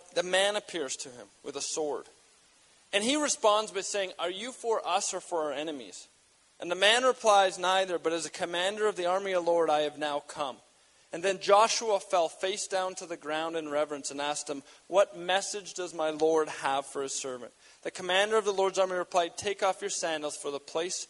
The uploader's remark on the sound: We gathered at North Pointe Community Church in Edmonton, AB as the first significant snow fell outside.